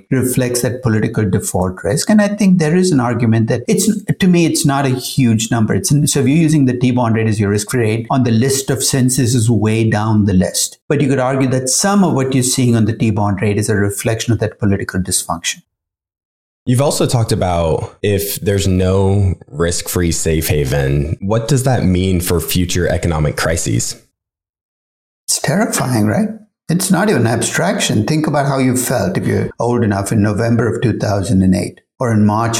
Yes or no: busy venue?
no